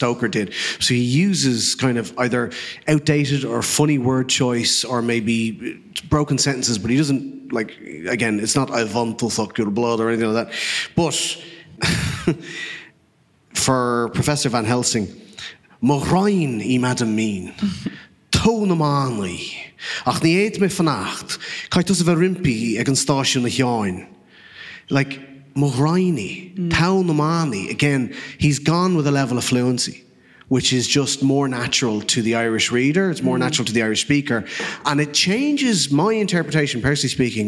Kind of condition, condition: setting, live audience